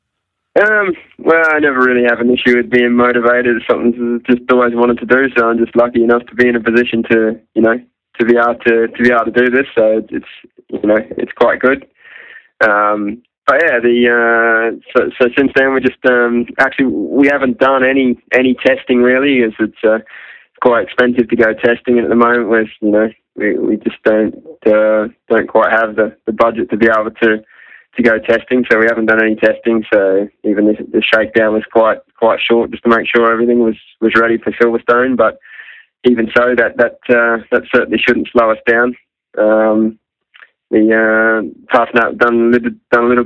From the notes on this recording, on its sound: joined on the phone